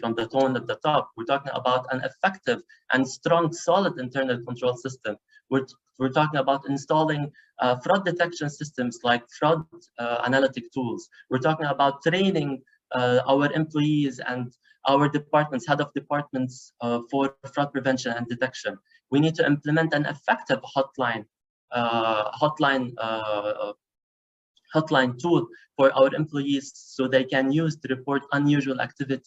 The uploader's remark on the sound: Live Webinar